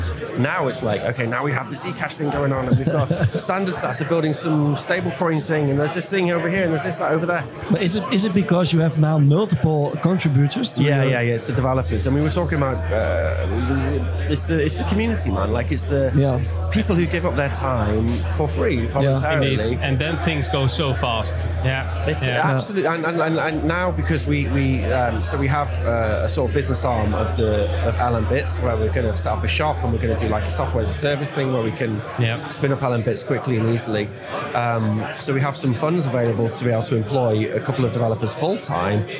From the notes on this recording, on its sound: Watch and listen to this interview live from Bitcoin Amsterdam Conference 2022!